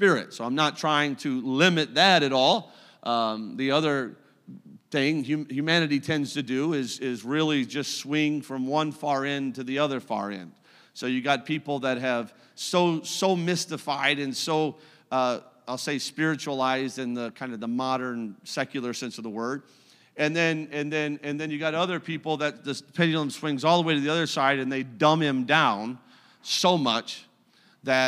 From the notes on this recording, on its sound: A service recording from Connect Point UPC.